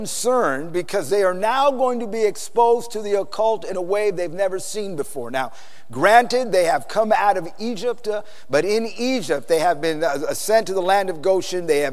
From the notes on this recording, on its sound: PREACHED IN SAN ANTONIO TX 2011